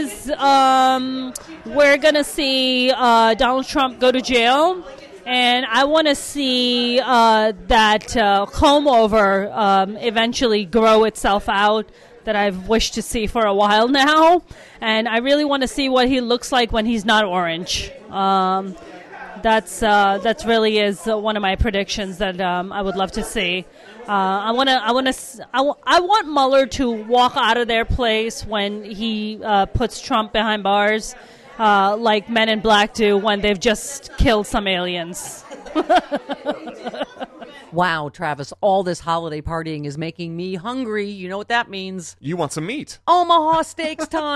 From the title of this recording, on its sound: Live From the Stephanie Miller Show Holiday Party